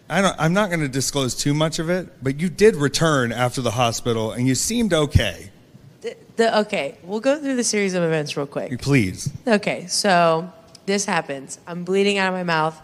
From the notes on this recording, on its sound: LIVE PODCAST RECORDED AT STARRCAST CHICAGO 9/3/23